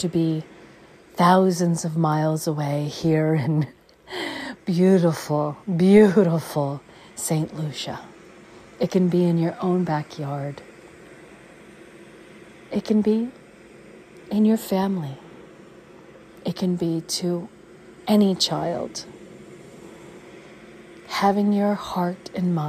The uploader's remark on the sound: On Location Walk and Talk. Caribbean Mindfulness Tour: Castries, St Lucia.